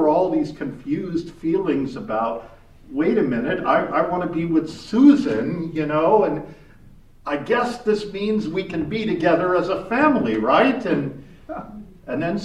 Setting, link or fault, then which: setting, live audience